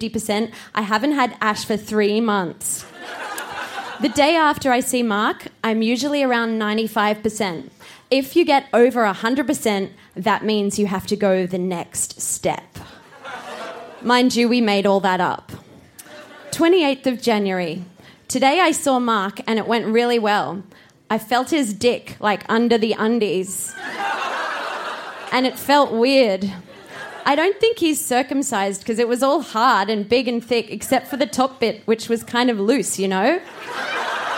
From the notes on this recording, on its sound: Recorded live at the Woodford Folk Festival.